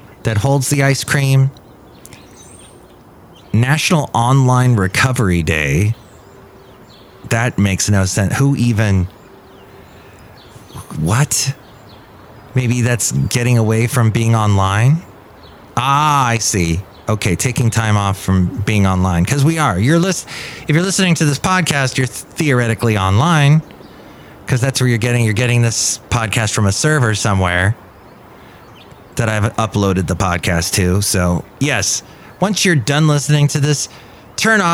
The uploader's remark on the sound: Podcasts live from Café Anyway.